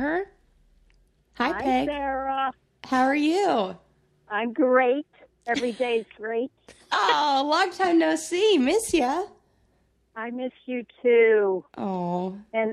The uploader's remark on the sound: enjoy this phone call